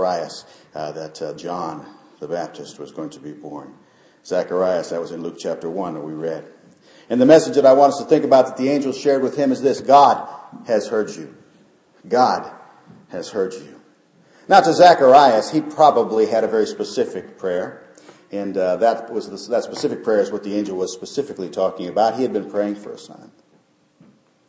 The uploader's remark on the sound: Christmas Eve Service. Short devotional given during Christmas Eve candlelight service.